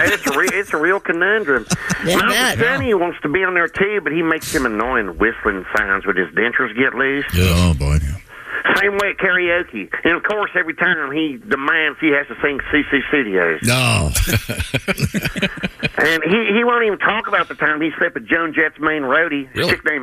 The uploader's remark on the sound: a phone call